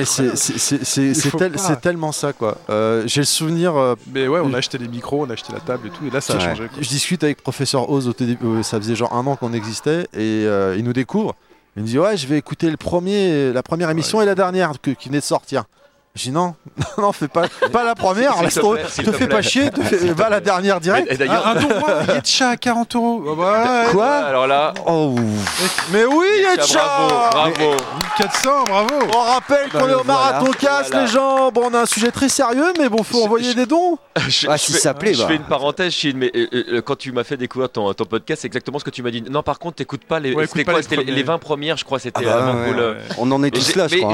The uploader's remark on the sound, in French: L'émission à été enregistrée lors du 1er Marathon'Cast d'Arpajon le 17 novembre 2019.